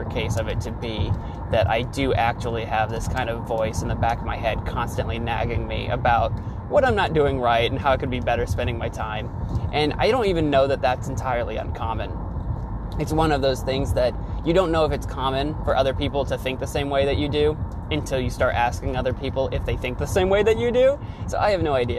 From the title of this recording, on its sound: The Car Episode